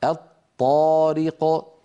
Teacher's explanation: أيضا عندنا من الأمثلة كما نرى على اللوحة: الطارق، هذه أصلها الطارق، أدغمنا لام التعريف في الطاء فصار النطق بطاء مشددة، أيضا لابد من أن يكون النطق بطاء مشددة غير مفكوكة